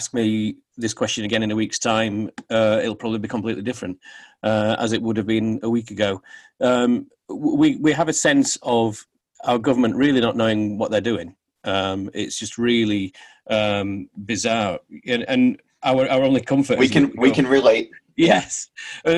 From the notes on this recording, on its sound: Joined the show via Zoom. From London.